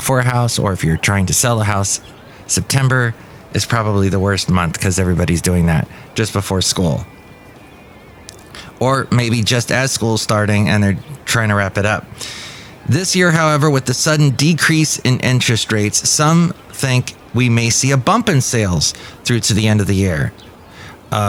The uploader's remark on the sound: podcasts live from Café Anyway